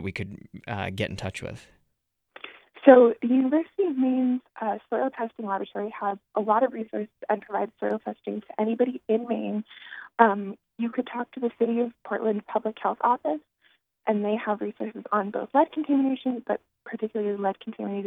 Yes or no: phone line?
yes